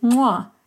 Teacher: you'd say mwa, and this has a nasal bilabial click consonant